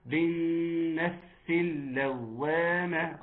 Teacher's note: لام شمسية حكمها الإضغام، وعشان كده تضغم ما ننطقهاش خالص